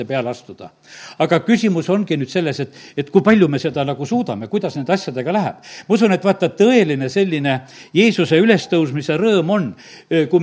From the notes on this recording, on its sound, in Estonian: Audio salvestus koosolekult